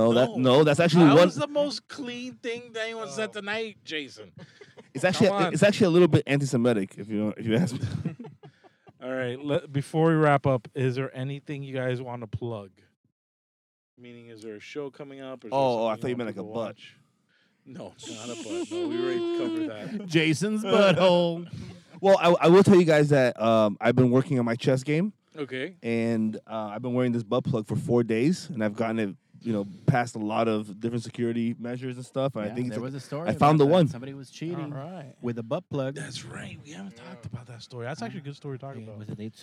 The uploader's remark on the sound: We are in the car.